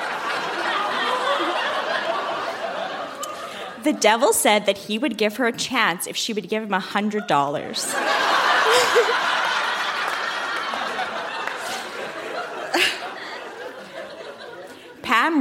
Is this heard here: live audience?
yes